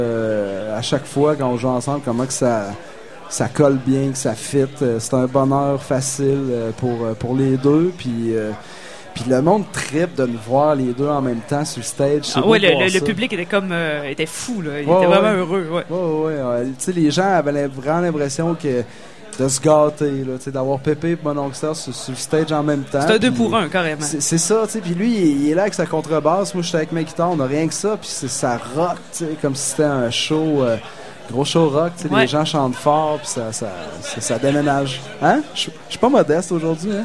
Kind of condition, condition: setting, busy venue